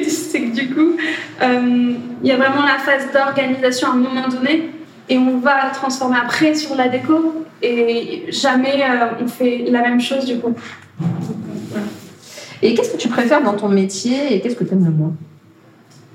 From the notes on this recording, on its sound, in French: lors du Festival Andy, d’où l’effervescence que tu entends autour de nous